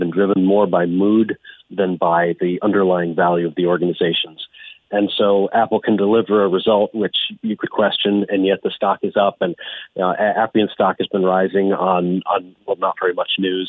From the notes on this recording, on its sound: joins via phone